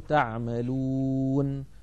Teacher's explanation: مثلا لما نقف على المدود العارضة للسكون تعملون، لما نقف عليها فإن النون المفتوحة تسكن فتصير تعملون. هنا التقى ساكنان وهما في كلمة واحدة، العرب لا تمانع من ذلك لأنه متطرف في آخر الكلمة وموقوف عليه.